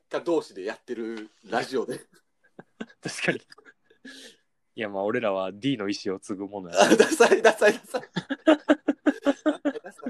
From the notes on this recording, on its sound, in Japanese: 収録場所が番組名になってるにもかかわらず、今回から暫くはリモート収録でお送りさせて頂きます！